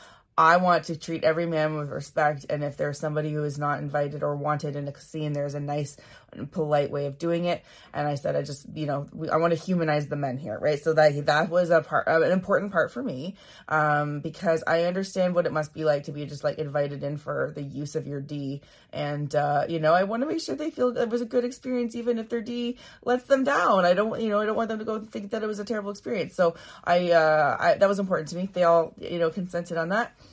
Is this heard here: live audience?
no